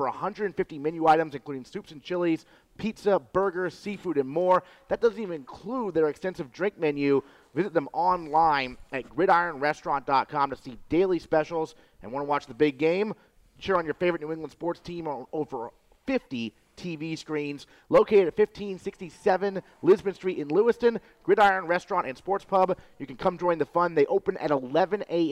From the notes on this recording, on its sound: broadcast live from Gridiron Restaurant